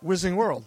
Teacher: I don't pronounce the D. The D is silent.